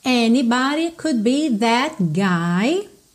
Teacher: Anybody, rarara, nesse D, ok? Could be, percebe como você não ouve o D do could